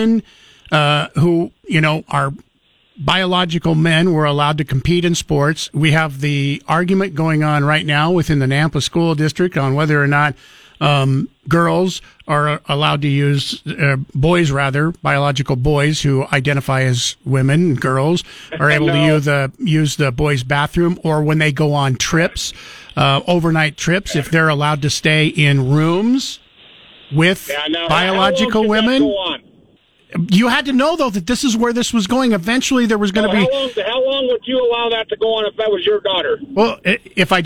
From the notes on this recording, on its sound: Open phone Friday, anything goes!